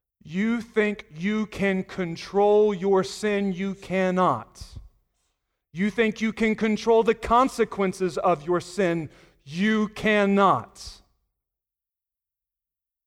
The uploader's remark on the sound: Sunday Morning Sermon Audio